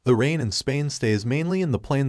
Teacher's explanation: The repetition of the long A sound in rain, Spain, and mainly creates an assonant effect.